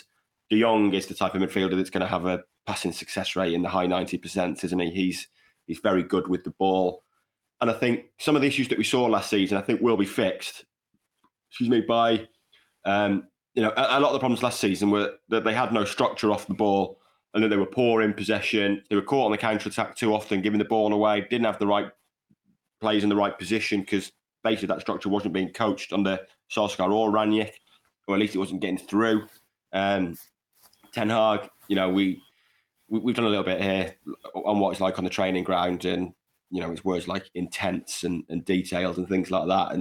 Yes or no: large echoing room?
no